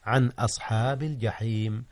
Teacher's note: أظهر النون قبل الهمزة عن أصحاب الجحيم، إذ الهمزة من أحرف الحلق وهي من أحرف الإظهار.